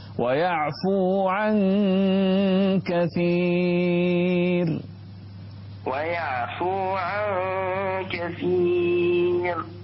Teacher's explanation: انتبه أن تكون الإخفاء أقرب إلى الإظهار والراء مرققة